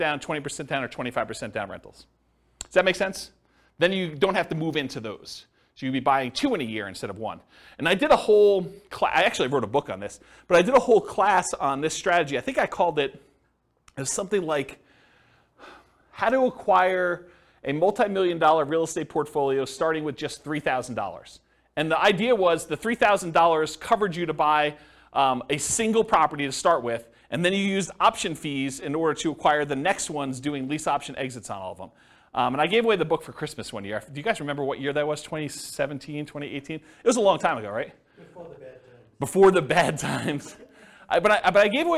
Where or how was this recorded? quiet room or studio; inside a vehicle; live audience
live audience